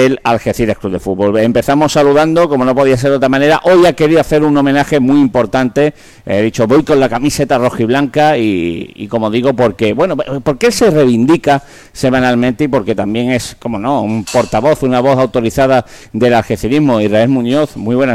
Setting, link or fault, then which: setting, busy venue